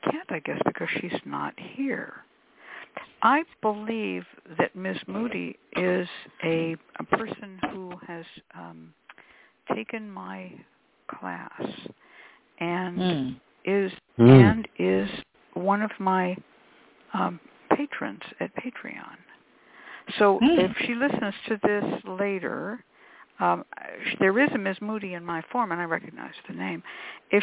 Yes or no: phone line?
yes